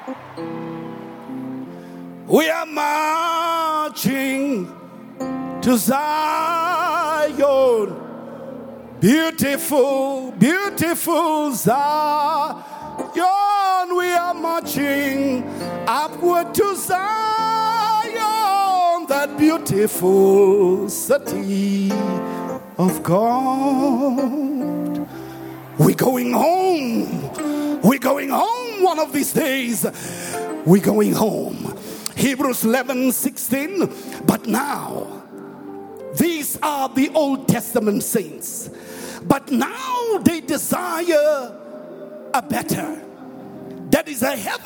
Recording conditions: live audience